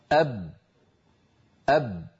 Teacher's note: أب، وكما أن الصوت انحصر كذلك النفس انحصر. فالباء شديدة يعني لا يجري الصوت معها، مجهورة يعني لا يجري النفس معها، فإن الجهر ضده الهمس، وبينا بأن الهمس عند القراء جريان النفس، والجهر انحباس النفس أو يعني انحباس أغلبه مع اهتزاز للوترين الصوتيين في الحنجرة.